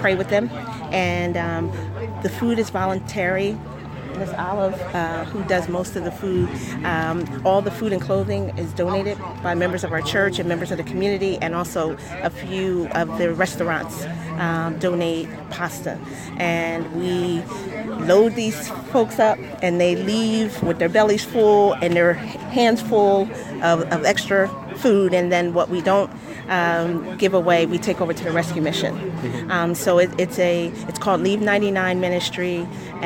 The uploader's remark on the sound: during the Leave 99 Ministry monthly event at the Conservatory Mansion in Trenton NJ